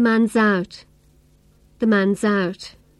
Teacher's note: Here, I link the consonant sound s to the following vowel sound.